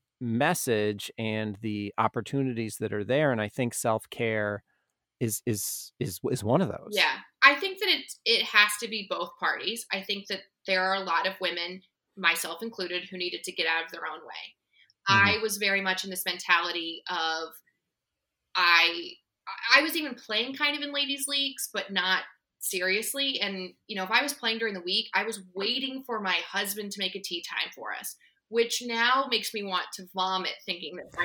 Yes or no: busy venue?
no